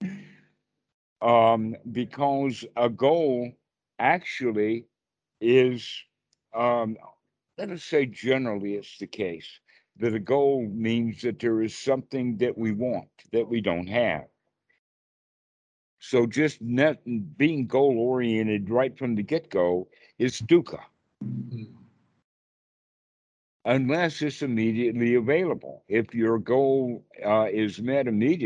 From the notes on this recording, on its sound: Skype calls on this channel.